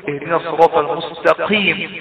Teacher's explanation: اذا كانت قاف مكسوره فهي بتفخم لكن اقل درجات التفخيم، فتقول اهدنا الصراط المستقيم، فتخرج القاف من مخرجها لكن مع الكسر المستقيم.